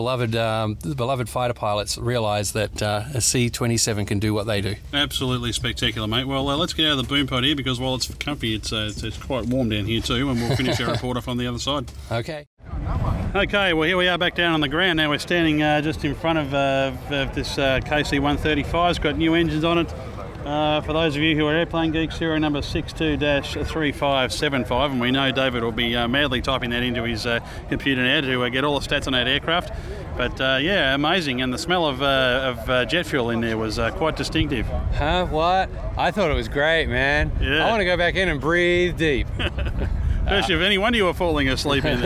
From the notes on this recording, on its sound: Recorded live on the last day of the Avalon International Airshow and the boys are in the back end of a KC-135 (serial 62-3575). Lying on the Boomer's couch looking out at the people hiding from the heat in the shade of the aircraft. Following six days of airshow craziness, the boys are very tired.